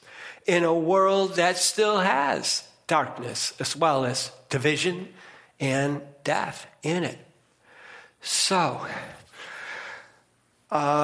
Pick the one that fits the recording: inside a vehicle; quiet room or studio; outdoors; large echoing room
large echoing room